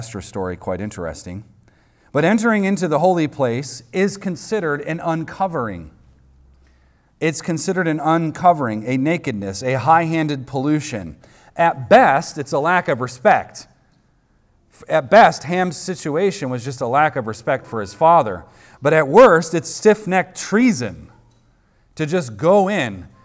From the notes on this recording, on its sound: recorded on Sunday, April 23rd, 2023, at the weekly worship gathering of Cross & Crown Church.